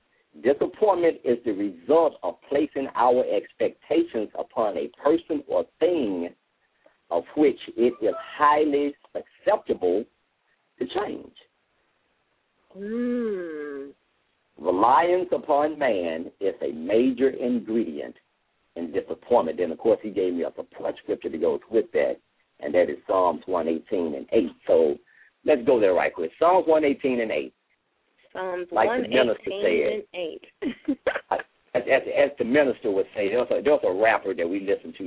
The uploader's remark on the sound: LML uses a progressive live call in format.